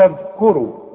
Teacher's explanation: الذال لازم تطلع لسانك فيها، والكاف مضمومة والراء مفخمة